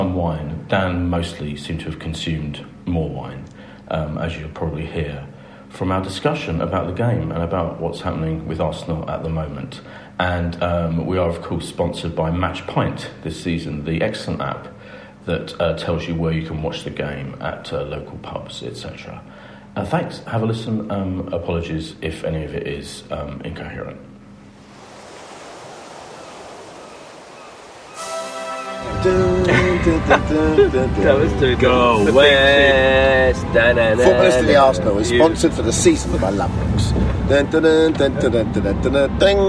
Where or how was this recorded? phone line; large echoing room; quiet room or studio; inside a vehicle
inside a vehicle